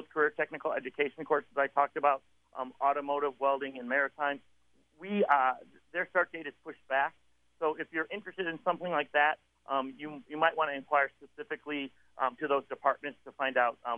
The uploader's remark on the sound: interview